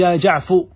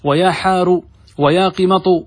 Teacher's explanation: قال: فتبنيه على الضم وتعامله معاملة الاسم التام، يعني كأنه مفرد علم، فتقول يا جعفو كما تقول يا زيد، ويا حار، ويا قمط بضم الفاء والراء والطاء